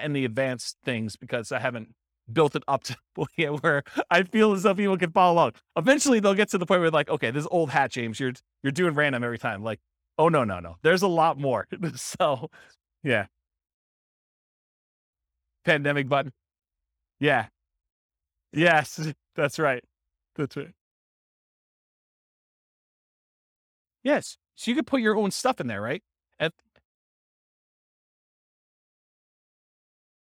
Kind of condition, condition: setting, live audience